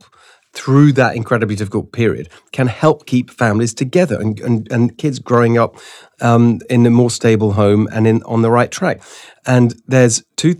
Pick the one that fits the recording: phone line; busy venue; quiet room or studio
quiet room or studio